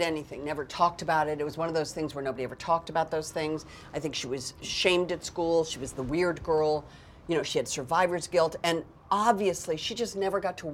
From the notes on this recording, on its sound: On location at Comic-Con. New York Comic Con.